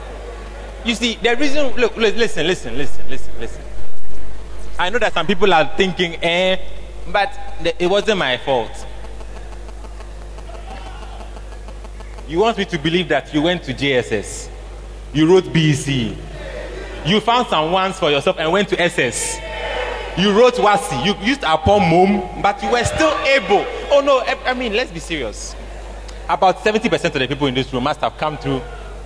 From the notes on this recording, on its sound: Preached At The 12 Foundations Of The Bacenta Camp